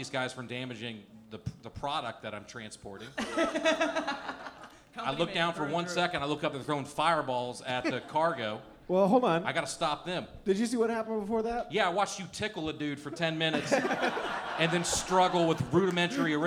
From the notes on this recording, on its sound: Live Show at Zanies Nashville. Recorded live at Zanies Comedy Club in Nashville, Tennessee. Live on stage.